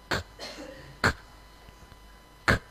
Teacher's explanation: kalau huruf kaf sukun, yang ada dia mau meletup